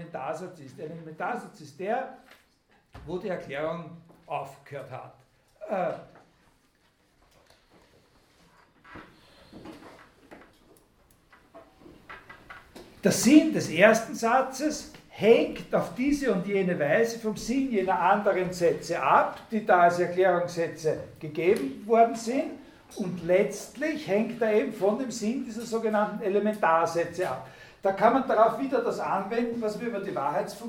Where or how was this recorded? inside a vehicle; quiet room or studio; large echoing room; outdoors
large echoing room